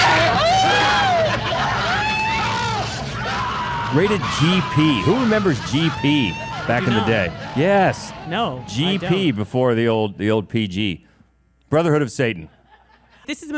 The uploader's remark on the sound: We're back in front of a great live crowd.